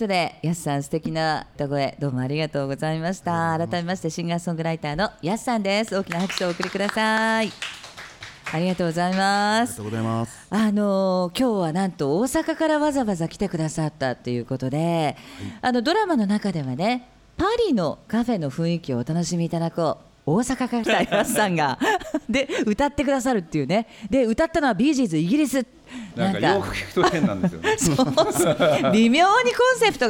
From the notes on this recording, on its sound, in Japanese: 5/13に都内で公開収録を開催し、リスナーにもラジオドラマに参加いただきました。